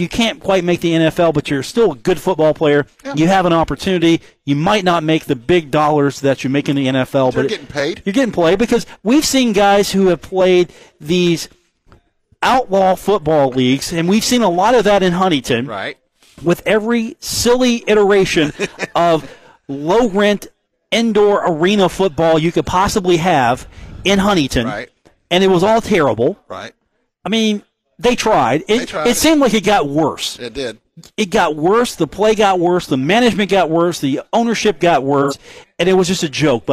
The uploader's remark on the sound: broadcast live on the road from The Union Pub and Grill in Huntington, West Virginia.